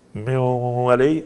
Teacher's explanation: من ولي، النون فيها غنة والواو ليس فيها غنة · Term: الغنة